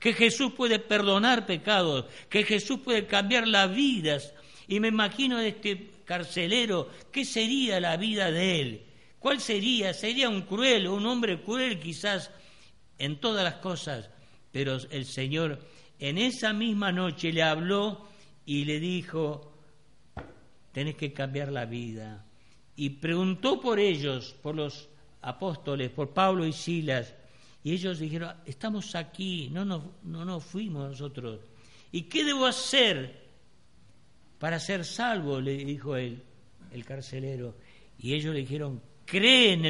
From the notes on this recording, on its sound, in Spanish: Grabado el 28-02-2016 en la Iglesia Del Camino